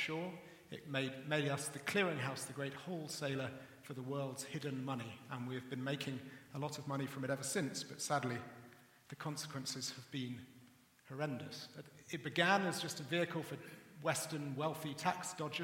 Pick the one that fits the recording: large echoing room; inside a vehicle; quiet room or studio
large echoing room